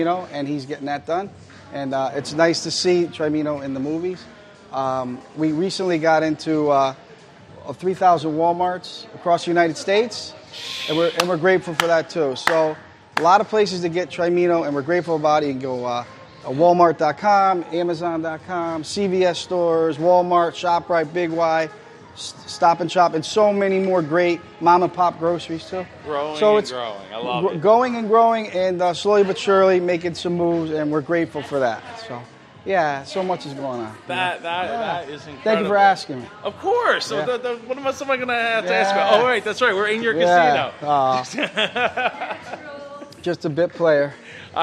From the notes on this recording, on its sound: At Ocean Resort Casino. Independent Podcast Conference. To Ocean Resort Casino in Atlantic City, NJ this year!